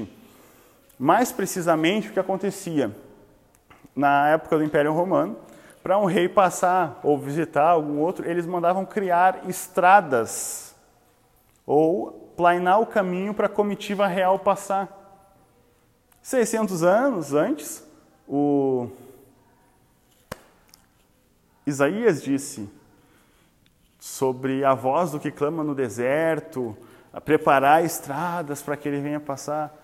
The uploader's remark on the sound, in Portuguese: Áudio não editado extraído do Imersão presencial.